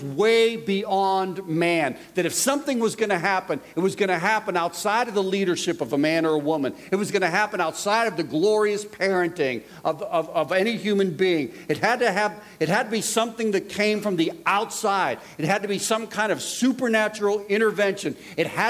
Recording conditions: live audience